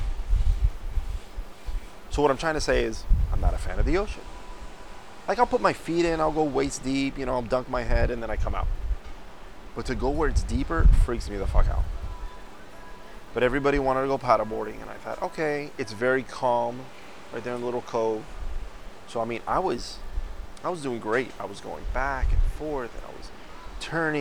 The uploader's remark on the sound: Live from KONA!!! I found a nice little spot to shoot the show. Forgive the wind it got bad a few times but that view.